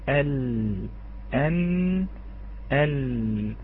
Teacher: اللام تنحرف من حافة اللسان إلى طرف اللسان